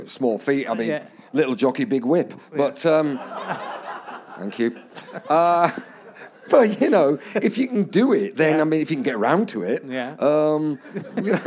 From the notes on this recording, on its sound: Leicester Square Theatre Podcast - Yorkshire Fringe. Here's a little bonus podcast for you, recorded at the end of July at the Great Yorkshire Fringe.